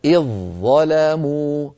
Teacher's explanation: فنحول الذال عند الوصل إلى ظاء، فتصير هناك ظاءان، فندغم الظاء الأولى في الظاء الثانية · Term: إدغام واجب